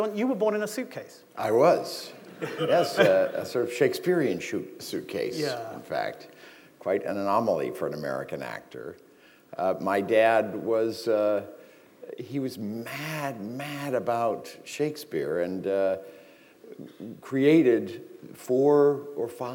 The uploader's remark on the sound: This is a recording of a live event from December 2012.